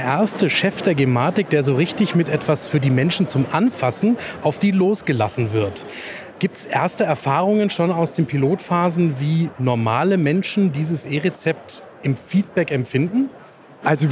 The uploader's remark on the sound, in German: Diese Folge wurde live auf der expopharm 2022 aufgezeichnet, der größten pharmazeutischen Fachmesse in Europa.